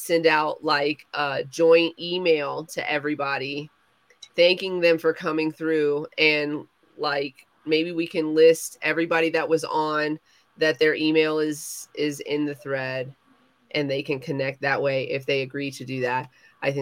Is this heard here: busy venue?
no